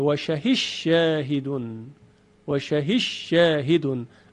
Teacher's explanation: دال در شین ادغام میشه و شهیش شاهدون و شهیش شاهدون. · Term: ادغام دال در شین